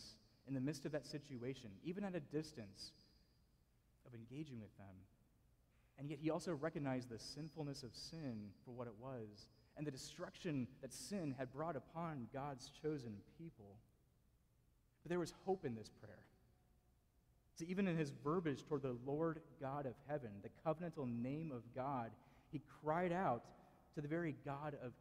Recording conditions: large echoing room